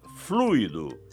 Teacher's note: a pronúncia é fluido, com a tônica no U